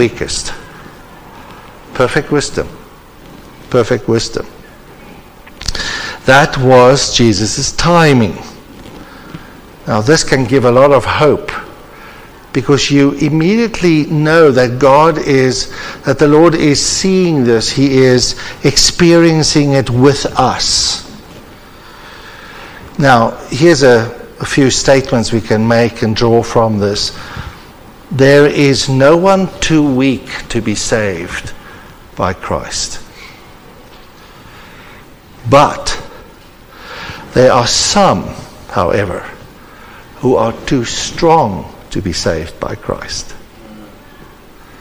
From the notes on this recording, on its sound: The particular episode was recorded as part of the annual conference hosted at Lynnwood Baptist Church.